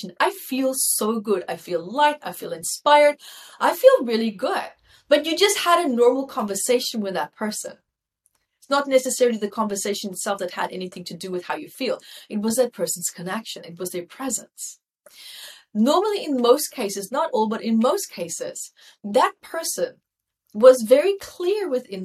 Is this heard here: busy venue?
no